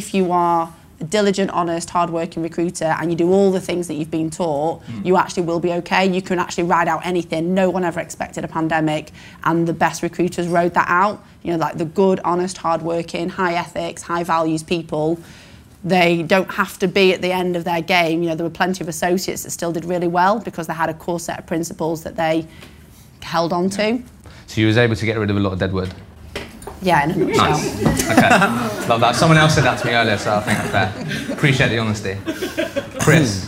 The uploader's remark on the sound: We hosted our first face to face LIVE podcast event in London on October the 27th.